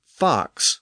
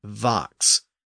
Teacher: The only difference is that the F is voiceless and the V is voiced. So speakers in the far south tended to voice that F sound, thereby making it a V · Shown in: second take · Mechanically, those are very similar sounds. The only difference is that the F is voiceless and the V is voiced.